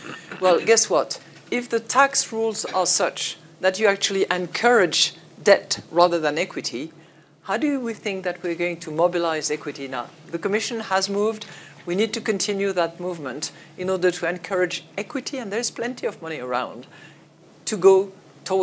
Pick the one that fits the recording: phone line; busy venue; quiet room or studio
busy venue